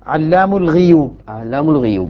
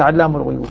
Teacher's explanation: العلماء يقولون هنا الكسرة الغين متابعة للياء بعدها · Shown in: first take